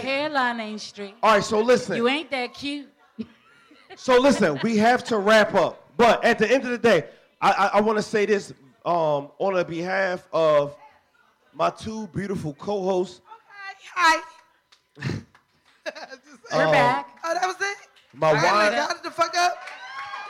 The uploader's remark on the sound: Pub Webb Live Show!! This weeks episode is we launch our most recent live show!